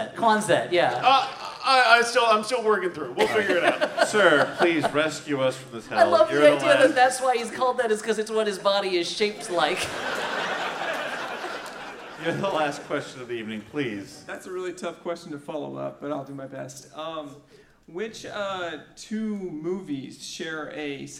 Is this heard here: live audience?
yes